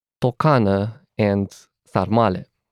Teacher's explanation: When pronouncing the sounds t or s, we can feel that our vocal cords are relaxed. · Term: voiceless consonants